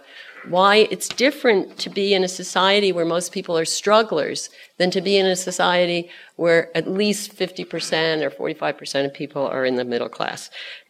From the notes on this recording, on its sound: Keynote address at the 2018 Australasian Aid Conference. 2018 Australasian Aid Conference - Keynote address. The Conference was held at Crawford School of Public Policy, ANU. Was organised by the Development Policy Centre in partnership with The Asia Foundation.